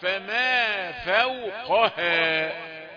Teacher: فاء والواو رقيقتان، فما فوق، قاف مفخمة فوق، هاء مرققة، لا تقل قها، لا، فما فوقها.